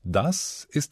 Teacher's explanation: Im kleinen Wort das ist das S dagegen stimmlos. Nur der Mund und die hindurchströmende Luft formen den Laut.